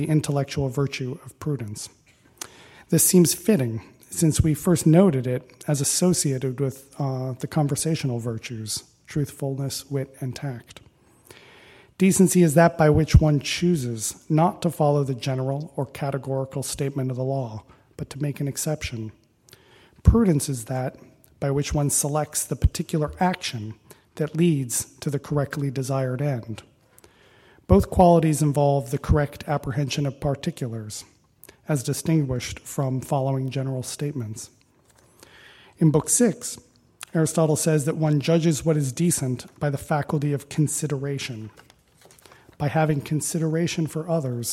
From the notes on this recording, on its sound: Recording of a lecture given on September 9, 2016. As part of the Formal Lecture Series.